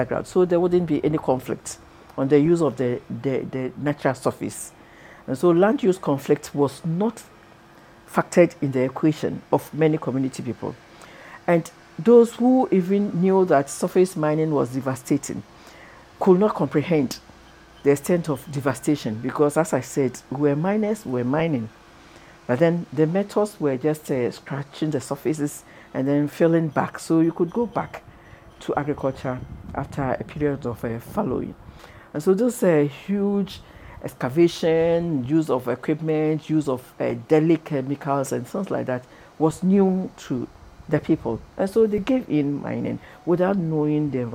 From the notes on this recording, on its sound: recordings of interviews captured during a May 2023 field trip to Ghana